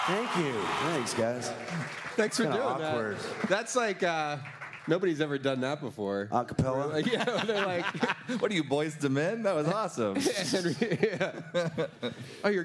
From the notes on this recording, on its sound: LIVE AT BRIDGETOWN